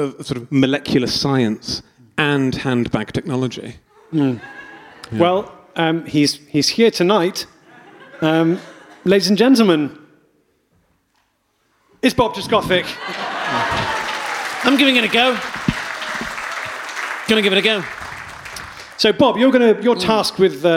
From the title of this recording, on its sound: Beef and Dairy LIVE! September 2021 full show